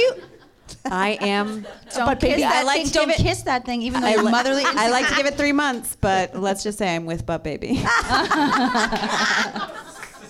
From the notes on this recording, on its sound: Live from the NerdMelt Showroom in Los Angeles